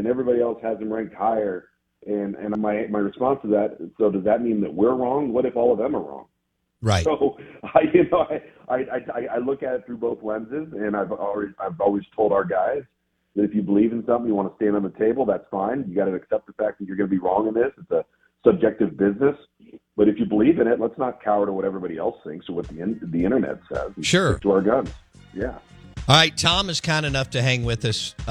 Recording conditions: phone line